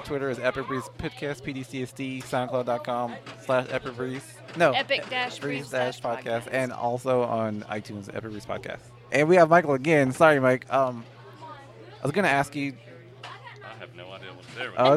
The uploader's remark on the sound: We got to celebrate FREE COMIC BOOK DAY 2017 at our favorite comic book store - The Battlegrounds Games and Comics in Dalton, GA